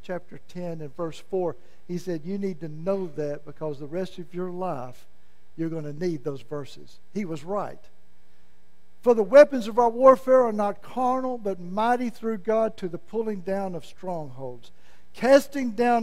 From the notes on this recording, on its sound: was preached at Malvern First Assembly of God on Sunday, November 20, 2022.